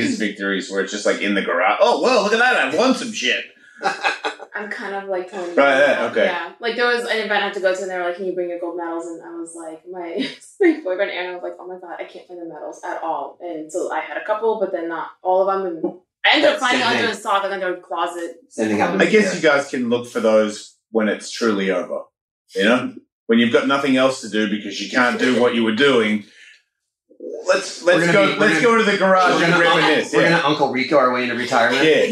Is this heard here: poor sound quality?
yes